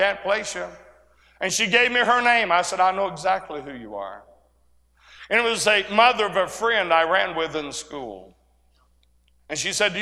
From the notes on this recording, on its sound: A sermon preached Thursday Afternoon during our Spring Jubilee